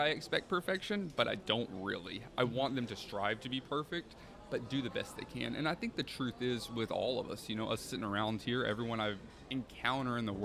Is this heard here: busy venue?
yes